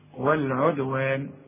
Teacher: والعدوان، الدال بنقلقلها، انت ما خدتش حكم القلقلة، لكن لما جيلك دال عليها سكون قلقلها مؤقتا